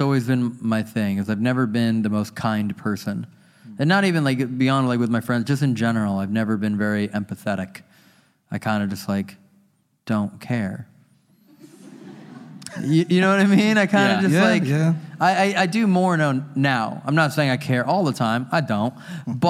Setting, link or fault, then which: setting, live audience